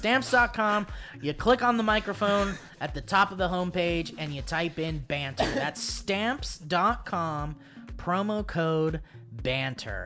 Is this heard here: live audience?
no